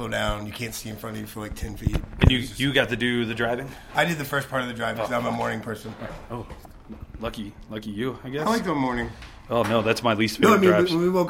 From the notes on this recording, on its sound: at the Marquis Theater in Denver